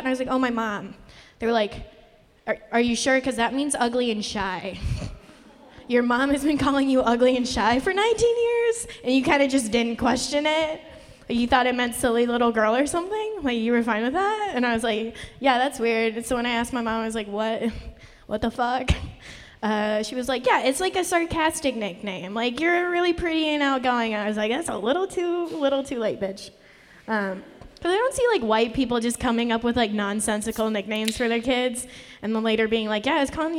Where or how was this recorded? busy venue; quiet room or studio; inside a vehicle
busy venue